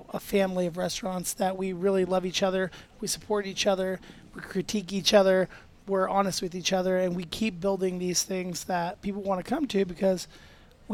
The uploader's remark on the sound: Live (on tape (well, on digits)) from Ada's Food and Wine